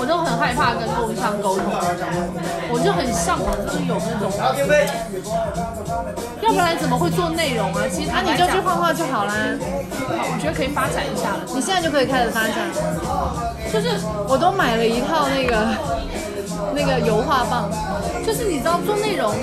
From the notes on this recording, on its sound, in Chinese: 在酒吧一起聊学生时代的霸凌事件。一起在酒吧录制的番外播客。这期背景音会很吵，录音质量不那么清晰。你能忍受欢欣的酒吧音乐。